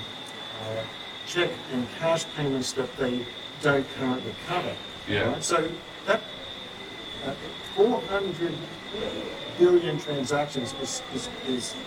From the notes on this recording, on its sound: Sound quality was impacted by testing the audio setup before the conference, and also the unexpected background noise